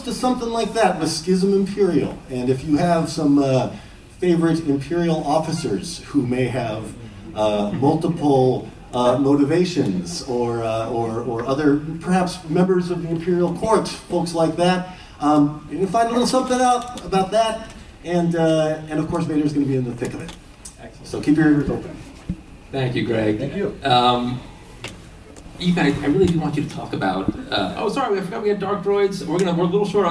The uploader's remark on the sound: Canon Fodder at New York Comic Con 2023. Onto the stage in Room 1B02.